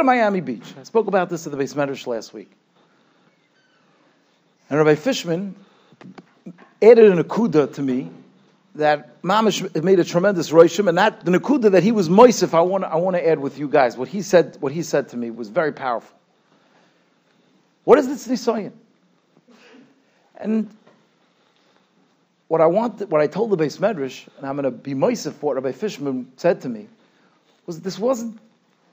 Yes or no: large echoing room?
yes